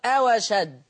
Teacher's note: شوف شوف الهمزة انتقلت على طول شلنا همزة أشد ونقلنا الحركة للفتحة على الواو فصارت أواشد